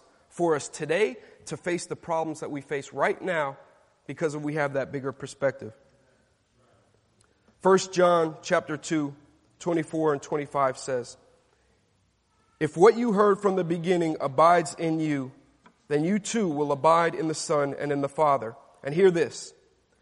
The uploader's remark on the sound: Delivered at Grace & Peace Fellowship in St. Louis, MO USA.